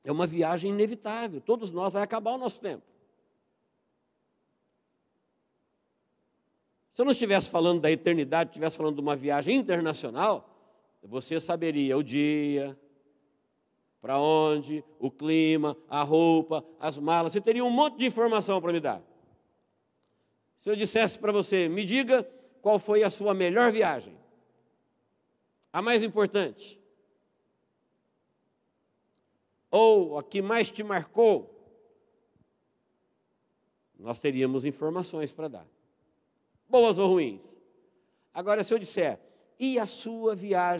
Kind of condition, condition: setting, large echoing room